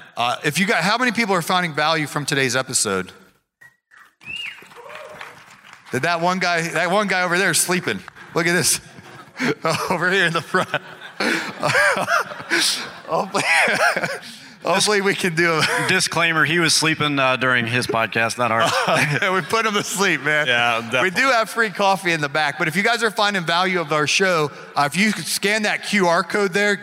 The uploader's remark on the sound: Live from Equip Expo's Morning Show